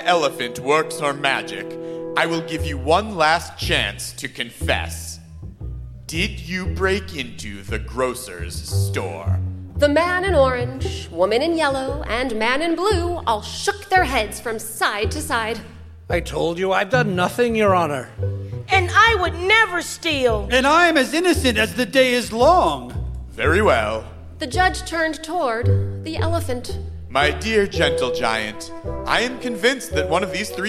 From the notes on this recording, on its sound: Recorded live.